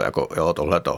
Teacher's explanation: ženy začaly mluvit hloubš, se zdá minimálně třeba v Americe, a využívají takzvanou tu třepenou fonaci